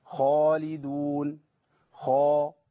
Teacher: الخاء لما تكون مفتوحه بعدها الف تبقى في اعلى مراتب الايه؟ التفخيم